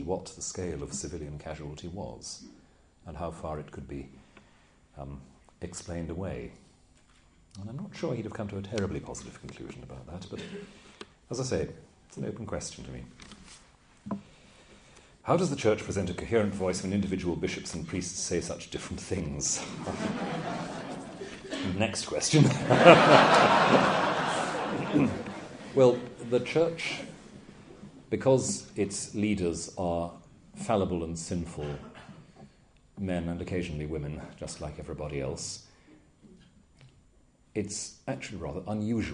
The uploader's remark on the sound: Took place in October 2008 at the University of Chichester Bishop Otter Campus. Below is a recording of the Q&A session after the lecture.